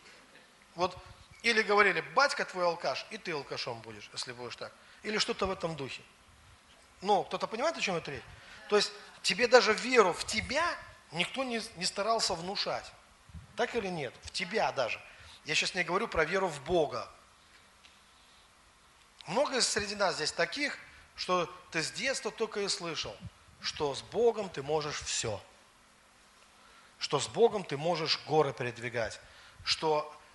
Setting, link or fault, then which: setting, large echoing room